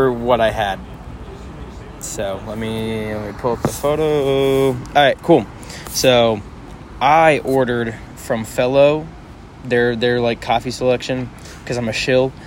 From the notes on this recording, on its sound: The boys are back together for a very special live recording outside Pax and Beneficia Coffee in Irving Texas. Although some background noise, we hope you enjoy.